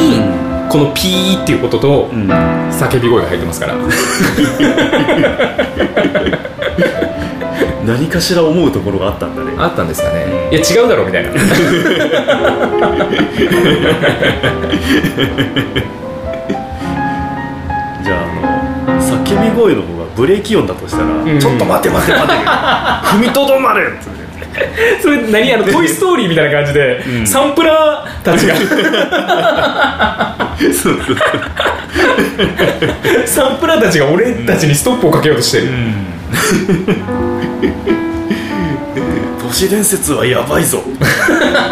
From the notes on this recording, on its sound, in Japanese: 公開収録。